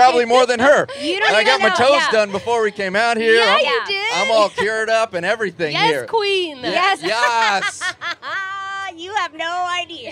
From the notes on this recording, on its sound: at Tortuga Music Festival